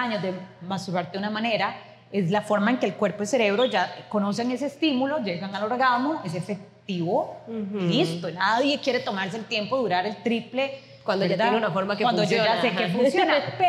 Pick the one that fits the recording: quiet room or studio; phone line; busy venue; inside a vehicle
busy venue